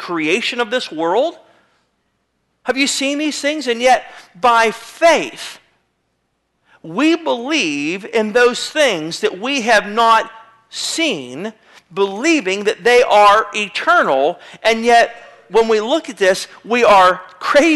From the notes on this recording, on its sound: (incomplete message). Sermon was recorded February 01, 2009 at Northside Baptist Church of Elkhart, Indiana.